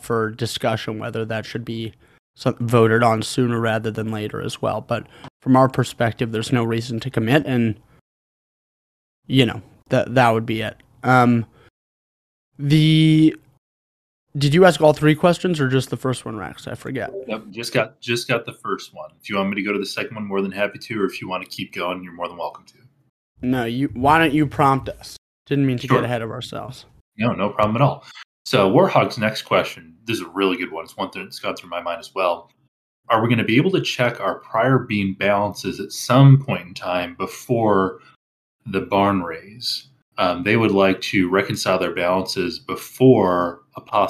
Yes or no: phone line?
no